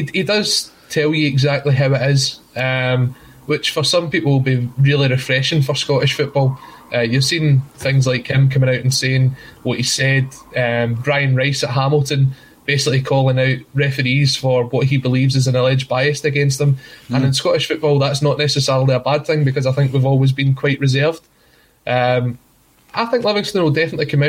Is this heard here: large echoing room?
no